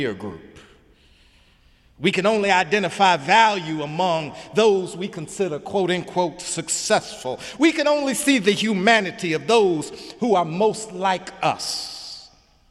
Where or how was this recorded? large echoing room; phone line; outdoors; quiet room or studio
large echoing room